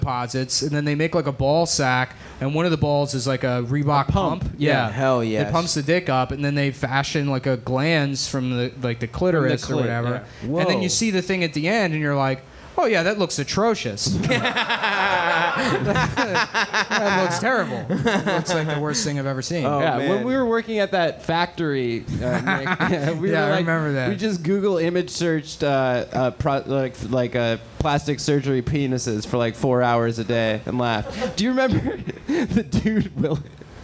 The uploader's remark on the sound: Live at Skankfest Live Show